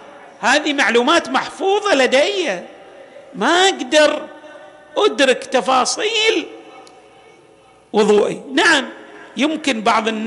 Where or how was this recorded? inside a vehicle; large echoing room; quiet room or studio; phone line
large echoing room